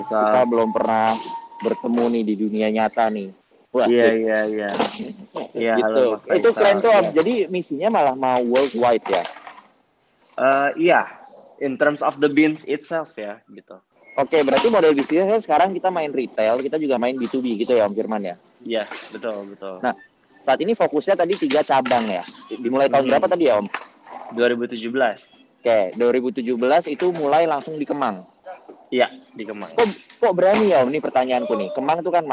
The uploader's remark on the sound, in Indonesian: Clubhouse Session. Rekaman clubhouse sesi ke-10.